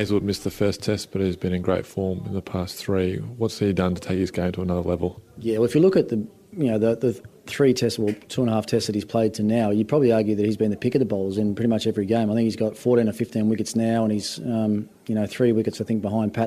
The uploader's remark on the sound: From our original home, Barasti. Live in Abu Dhabi.